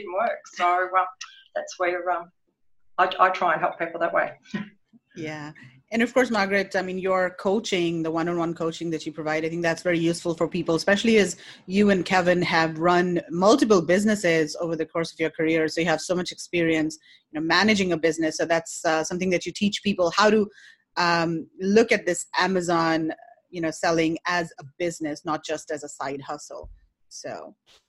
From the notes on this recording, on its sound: This is a replay of a live virtual meetup held on 19 March 2020 with almost 80 Amazon sellers, and e-commerce experts.